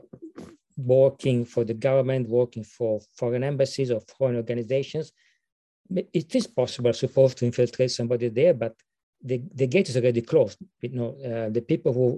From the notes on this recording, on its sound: This public talk was conducted online via Zoom.